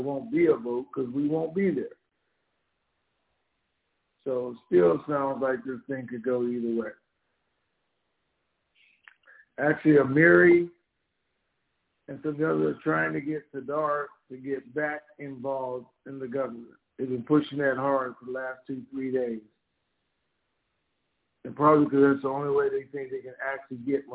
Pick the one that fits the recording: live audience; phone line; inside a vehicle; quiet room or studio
phone line